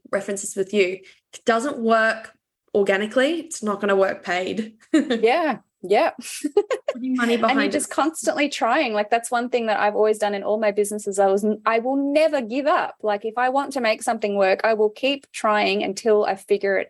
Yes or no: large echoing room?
no